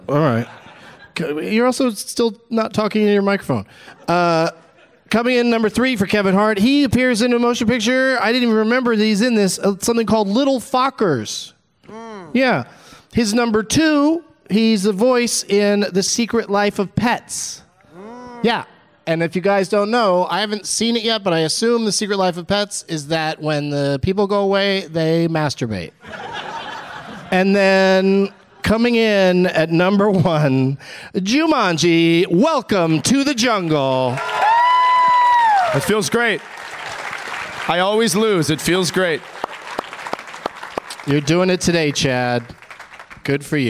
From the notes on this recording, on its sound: Live from the Just For Laughs Fest in Montreal